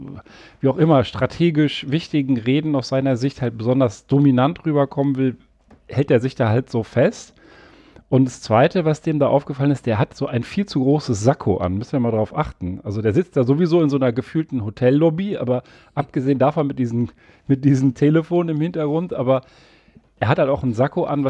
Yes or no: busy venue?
no